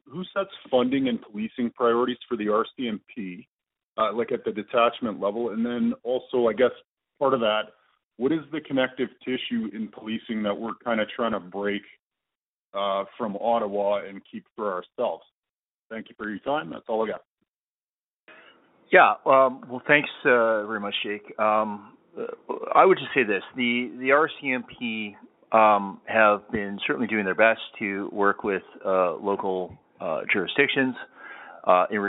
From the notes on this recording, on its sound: Public Safety Telephone Town Hall (Calgary). Interactive telephone town hall.